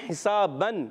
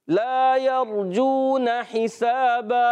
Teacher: مگر دو زبر کی تنوین کو آپ نے الف سے بدلنا ہے